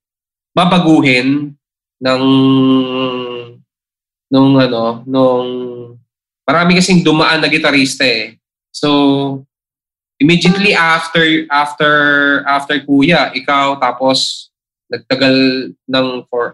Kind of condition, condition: link, video call